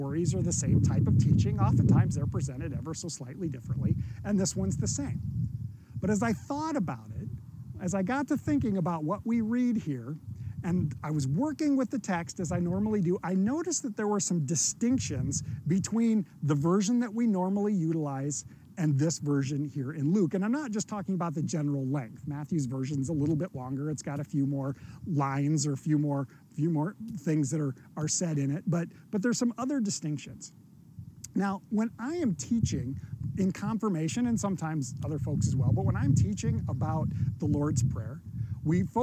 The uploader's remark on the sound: this sermon was recorded outside and occasionally wind ruffles across the mic